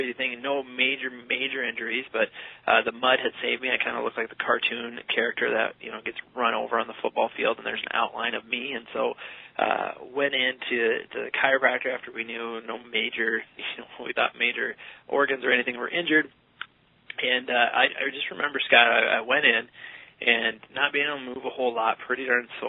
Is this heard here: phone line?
yes